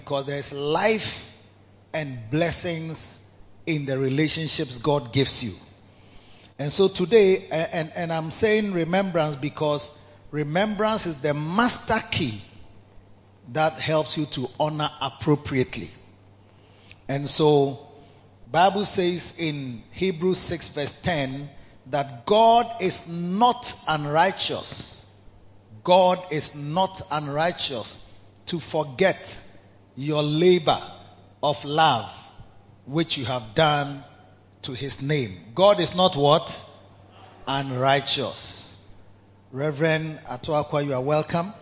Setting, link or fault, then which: setting, large echoing room